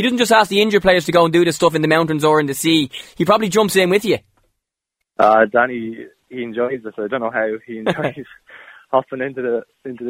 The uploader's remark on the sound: on the phone for a chat